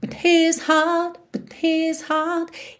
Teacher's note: a gente tem duas palavras que quase não aparecem. O but nessa frase e o and da parte de cima. E isso é bem comum de acontecer com essas palavrinhas de ligação.